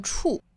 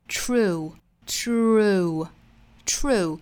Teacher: 舌头很明显是向里卷一下，再过渡到 u 的口型 · Shown in: second take